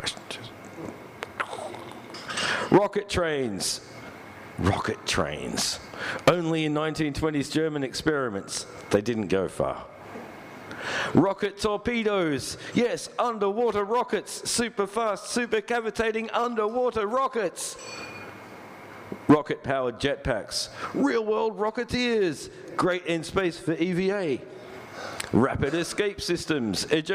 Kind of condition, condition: setting, live audience